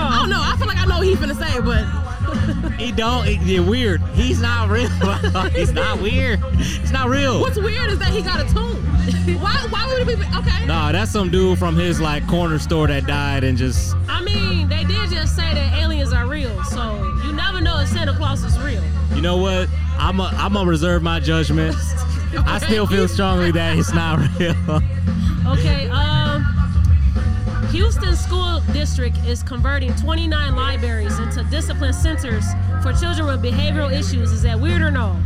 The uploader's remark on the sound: We podded outside at a music festival: The 2023 Vibes Music Festival. Vibes Fest is an annual event organized for the city of South Bend, IN to celebrate their local talent.